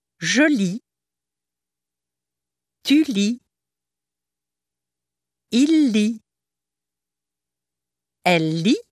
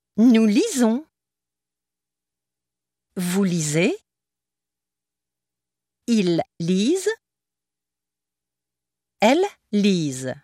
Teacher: The stem final consonants, V and S respectively, are dropped in the singular. · Shown in: first take